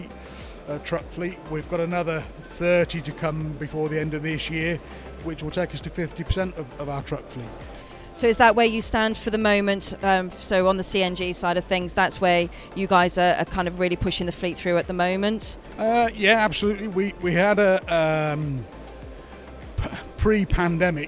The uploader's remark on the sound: we're recording from our very own exhibition stand here at the ITT Hub event in Farnborough!